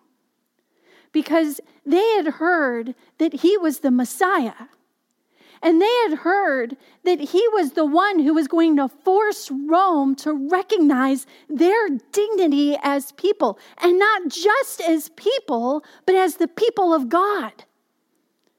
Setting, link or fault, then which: setting, large echoing room